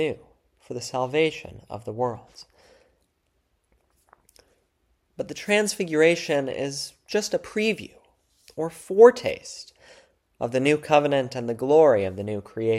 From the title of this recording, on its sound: February 11, 2024 Church Service